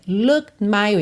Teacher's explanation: a língua encostou no céu da boca, já encerrou o som e você já tá levando o lábio inferior para encontrar o lábio superior